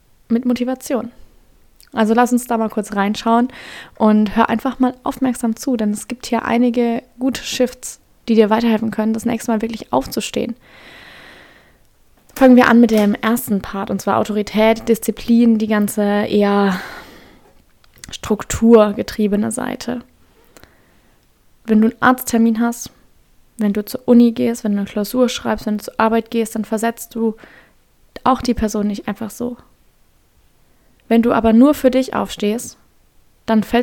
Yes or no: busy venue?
no